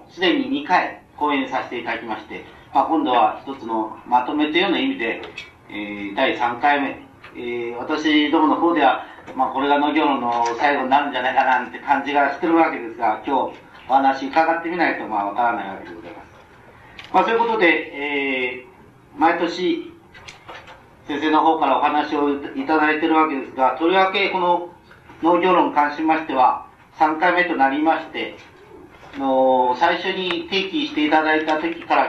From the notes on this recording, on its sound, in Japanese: 場所：長岡市・中越高等学校会議室。音源は主催者提供。客席から録音されたものだが、 比較的クリア。しかし、 講演の最後の部分で録音が終わる。